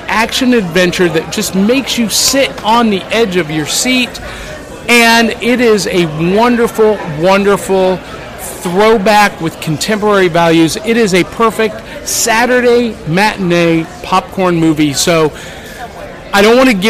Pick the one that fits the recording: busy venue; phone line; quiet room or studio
busy venue